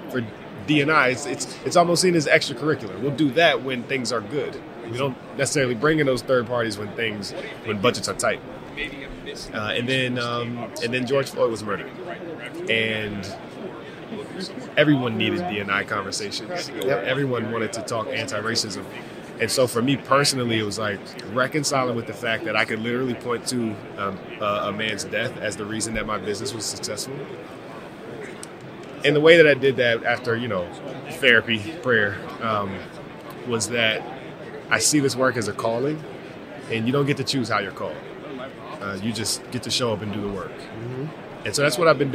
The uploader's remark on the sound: From Radio Row at the Super Bowl